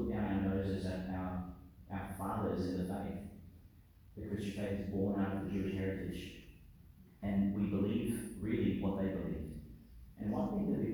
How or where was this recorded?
large echoing room